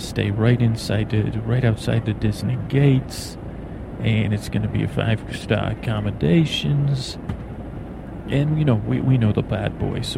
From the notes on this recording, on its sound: A mellow dreamy plane ride where your thoughts are soaked in white noise. CONTAINS AMBIENT AUDIO as it was recorded on a plane and during layovers at airports.